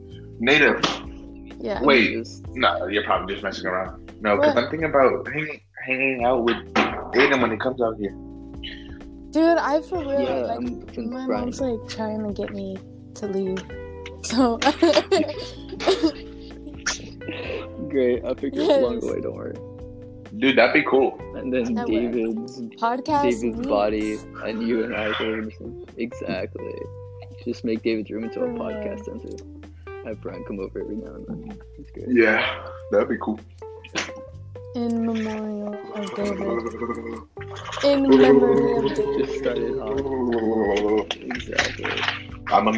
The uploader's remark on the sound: audio kinda moody